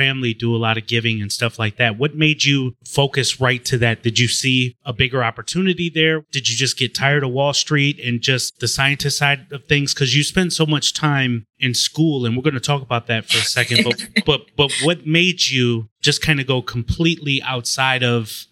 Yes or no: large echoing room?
no